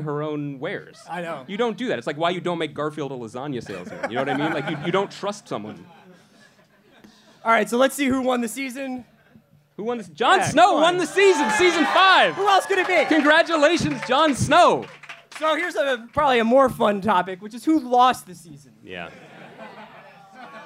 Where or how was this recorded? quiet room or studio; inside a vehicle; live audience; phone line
live audience